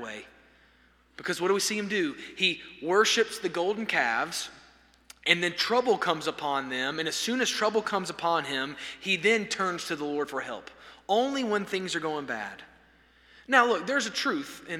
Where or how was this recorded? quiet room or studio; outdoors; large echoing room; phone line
large echoing room